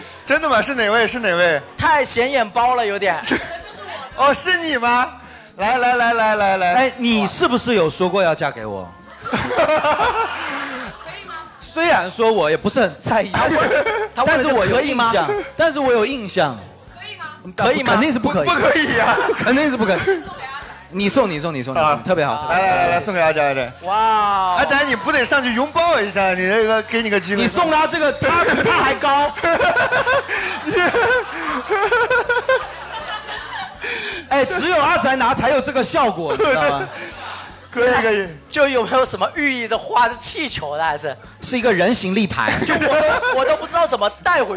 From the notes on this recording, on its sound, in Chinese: 举办七夕专题活动——《吐槽大会》。其中分别设置情侣们和单身者的游戏环节。更有主播随机抽取号码，单身观众现场模拟相亲环节。